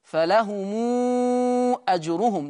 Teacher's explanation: لأن الميم هنا ميم جمع جه بعدها الهمزة فيصل ورش هذه الميم بالإشباع · Term: صلة ميم الجمع